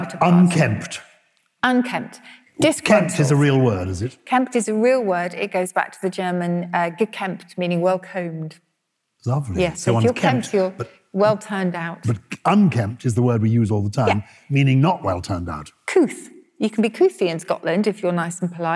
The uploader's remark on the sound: Recorded live at the first of our London shows at the Cadogan Hall.